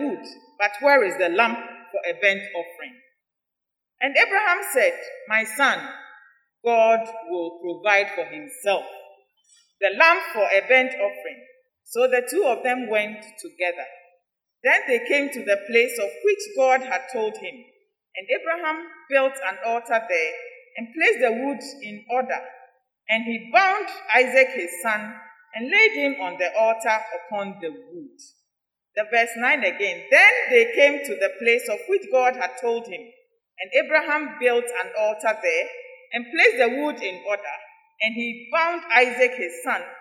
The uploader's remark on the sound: Sermon preached at CBC Shiashie Campus